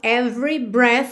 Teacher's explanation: o E do meio da palavra every não é pronunciado